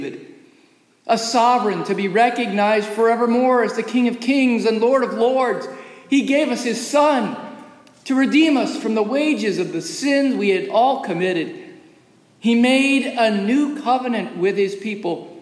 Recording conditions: large echoing room